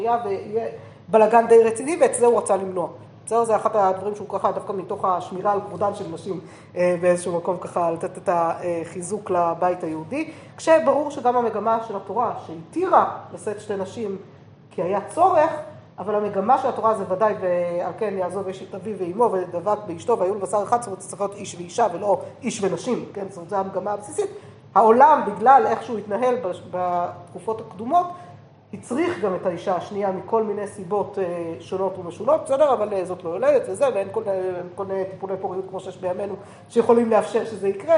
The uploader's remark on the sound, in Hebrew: השיעור הועבר והוקלט עם תלמידות מדרשת שחרי, במסגרת הקורס בתולדות ספרות ההלכה שנלמד במדרשה.